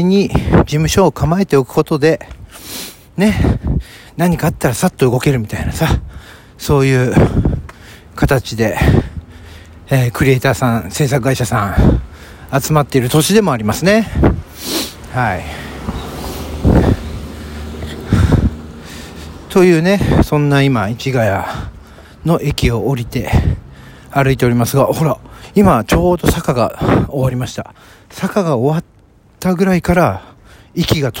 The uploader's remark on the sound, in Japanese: ロケトーク第3弾【市ヶ谷駅周辺】。すっかり慣れて来ました野外での収録です。人に見られた #ママさんの井戸端会議の脇を #信号待ちは危険。